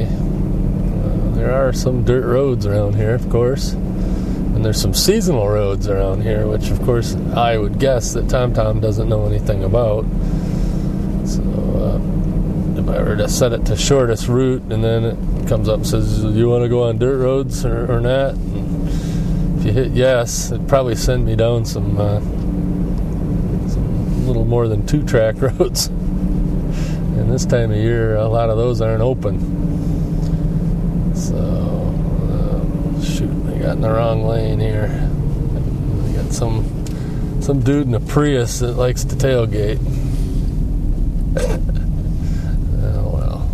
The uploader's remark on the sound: I try out my new Sony ICD-UX70 Recorder while driving around Traverse City in my car.